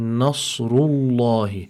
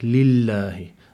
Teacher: because the letter that preceded it had a dhamma on it, that means we must apply emphasis, tafkhim, to this lam · Shown in: first take · So we say, Nasrullahi.